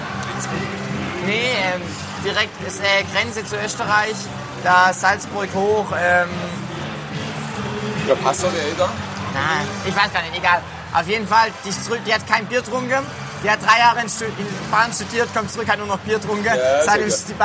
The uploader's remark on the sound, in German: Live vom Canstatter Wasen